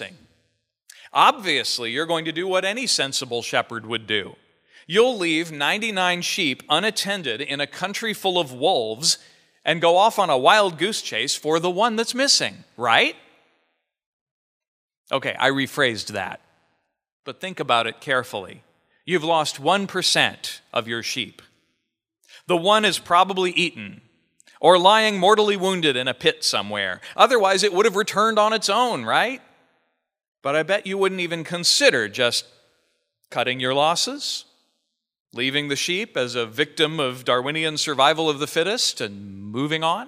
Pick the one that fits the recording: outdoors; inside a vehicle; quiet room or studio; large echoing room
large echoing room